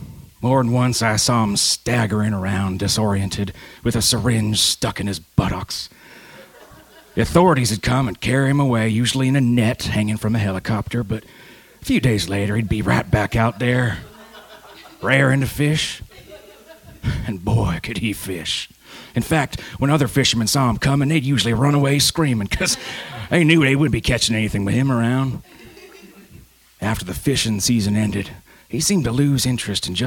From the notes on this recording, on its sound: Recorded live: A Drabblecast story slam that took place March 27th 2014 in Baltimore Maryland at the EMP Art Collective.